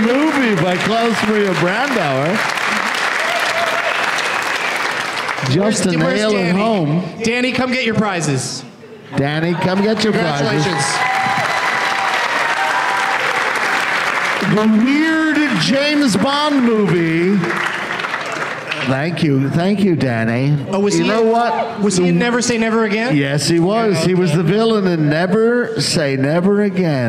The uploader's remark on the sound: Live from the Helium Comedy Club in Buffalo.